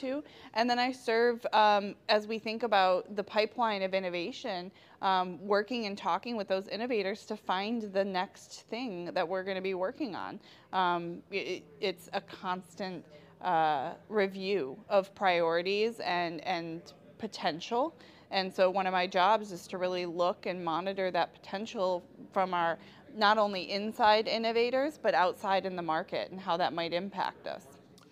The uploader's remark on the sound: The interview was recorded at the 2023 Young Health Leader Summit, which is put on by the Advancement League.